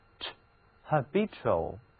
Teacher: 这里的字母 t 读音是 ch，发音的时候嘴唇要稍微向外翘一点点，这样才能标准发音，读作 ch，habitual。大家都知道 in， in 这个前缀表示向里边，那么 habit 它是跟居住有关系的，我们找到一所房子住到里边，对人来说这就是定居，对鸟来说这就是栖息。